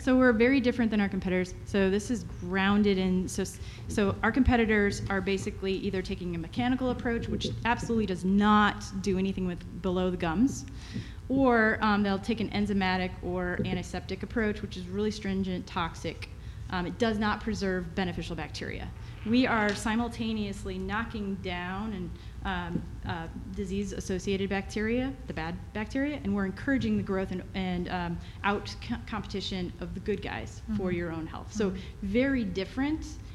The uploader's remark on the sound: BARK YOUR BIZ Live at Global Pet Expo.